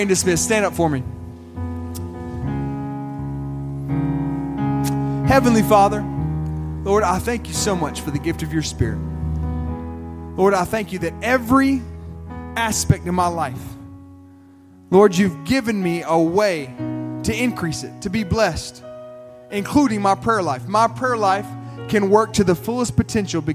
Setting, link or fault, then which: setting, large echoing room